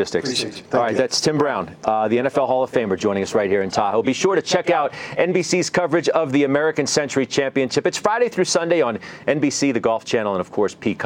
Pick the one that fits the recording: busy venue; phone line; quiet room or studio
busy venue